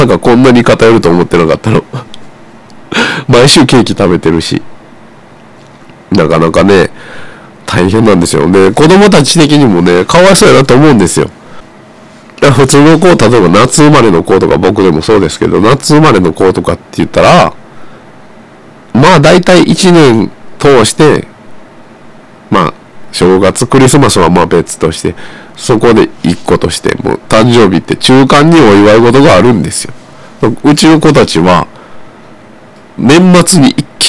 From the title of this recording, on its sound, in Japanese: 全体的にお聞き苦しい回